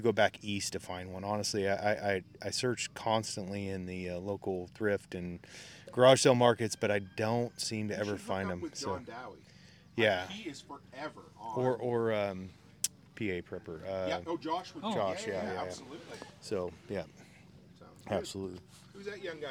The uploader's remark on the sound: IN PERSON ROUND TABLE AT THRIVALIST FAIR. This is the recording of the Workshop Get together at the Thrivalist Fair in Addy WA.